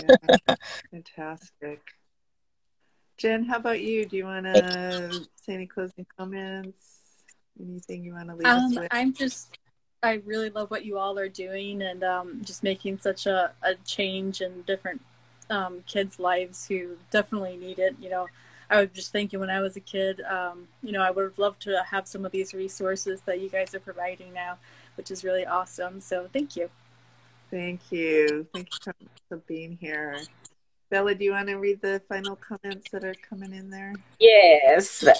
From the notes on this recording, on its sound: an insightful Instagram Live session unfolds into a powerful podcast